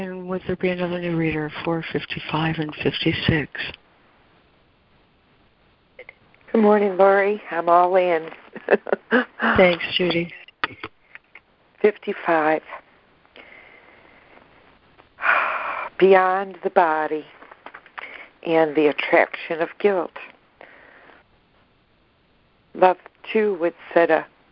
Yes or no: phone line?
yes